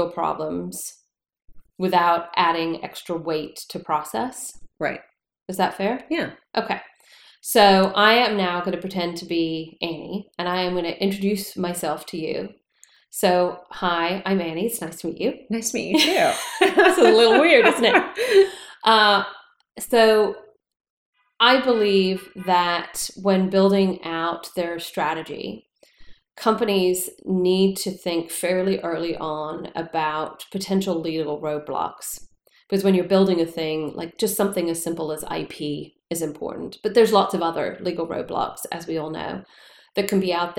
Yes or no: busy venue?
no